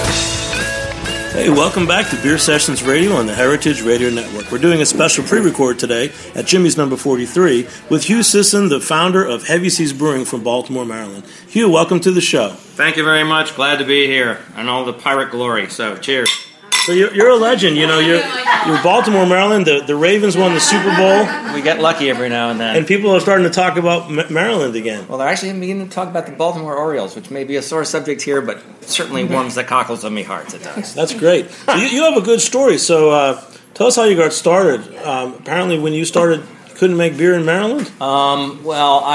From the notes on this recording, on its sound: Live at Jimmy’s No.